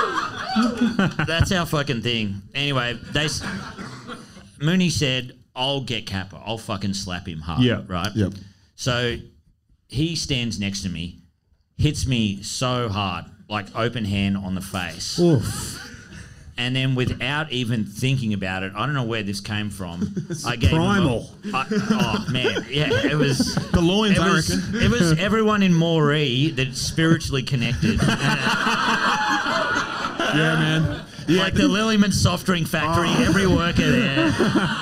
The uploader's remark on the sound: The second half of our Melbourne Live show